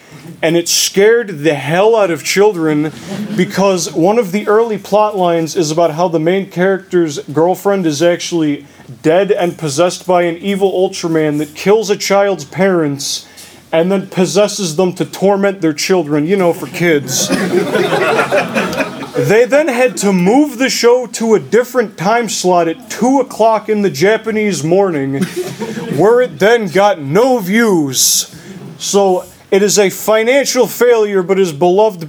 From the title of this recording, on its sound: Live Panel at G-Fest 2019